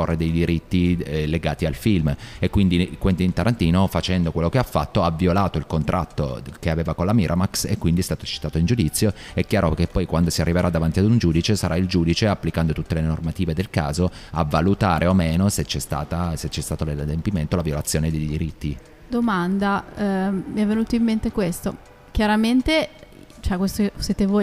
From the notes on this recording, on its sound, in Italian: in diretta dal MAMbo - Museo d'Arte Moderna di Bologna